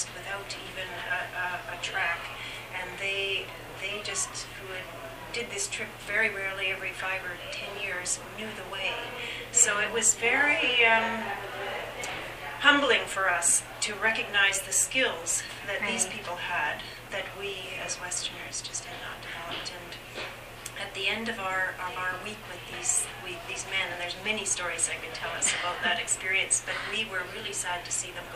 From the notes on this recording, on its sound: At the 50th anniversary event at UBC on December 4th, 2010. This podcast was recorded during CUSO-VSO's 50th Anniversary Kick-off celebrations in Vancouver, BC.